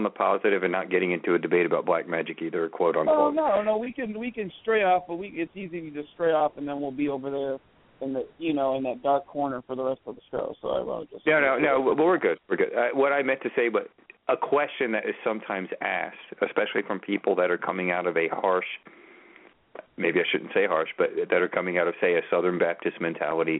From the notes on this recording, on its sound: Open the phone lines for Tarot/Oracle readings!